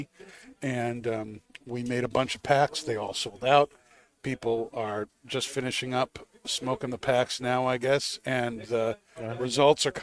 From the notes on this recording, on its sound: Recorded live from the 7-20-4 Lounge!